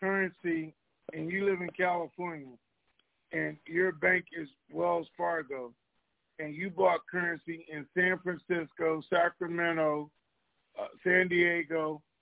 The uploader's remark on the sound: TNTSuperfantastic Conference Call.